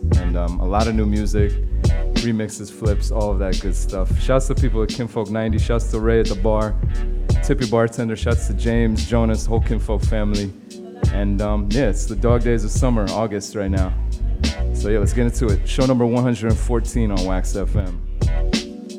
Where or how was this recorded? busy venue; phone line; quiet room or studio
busy venue